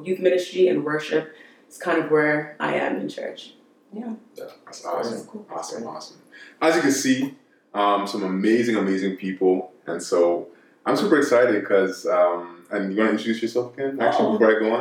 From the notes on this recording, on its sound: Please excuse the sound. I ended up losing the audio file of the recording from the mics.